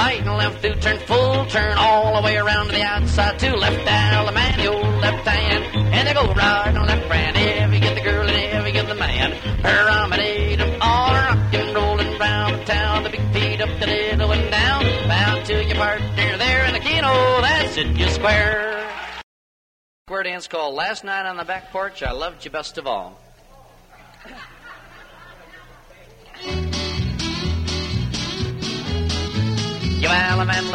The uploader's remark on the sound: Live Dance Recording. Here is a live dance from 1961.